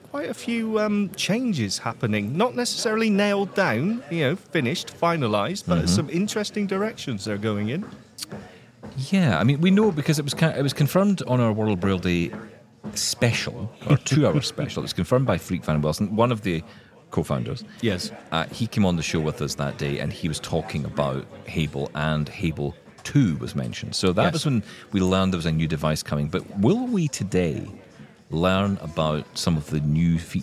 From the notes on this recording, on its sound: Live from Vienna at the Zero Project Conference.